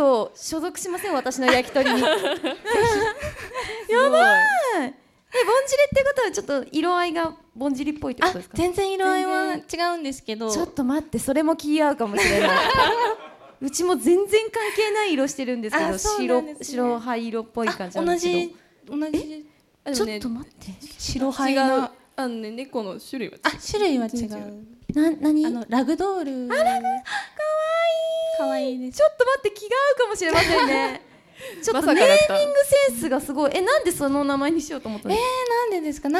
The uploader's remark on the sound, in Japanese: 公開収録